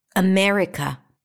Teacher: So we already agreed that the me is the primary stress, so we pronounce it. It's the e as in red.